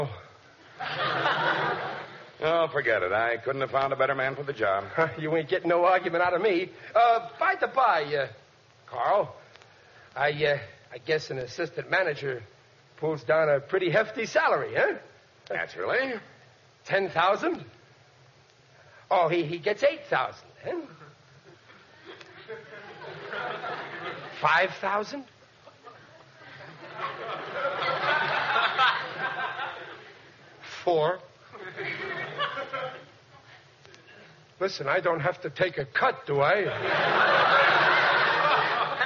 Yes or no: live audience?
yes